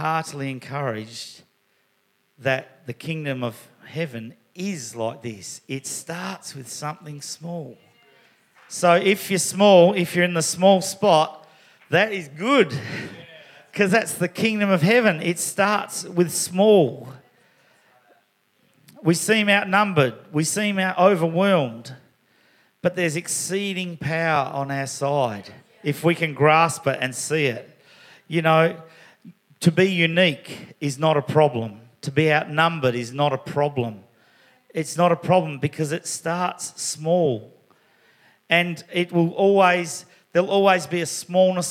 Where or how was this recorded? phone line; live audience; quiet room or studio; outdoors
live audience